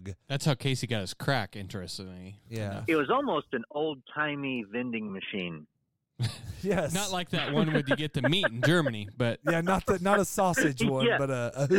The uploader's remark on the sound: As he answers the phone he is just getting home from his 5th family reunion this week and walks across the street to a strange location to have a drink. Short call.